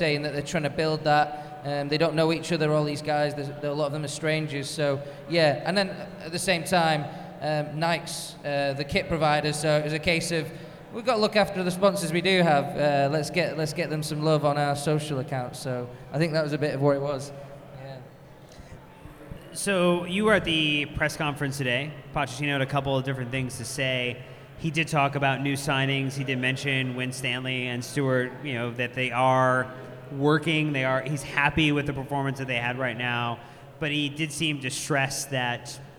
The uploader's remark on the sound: LIVE from Philly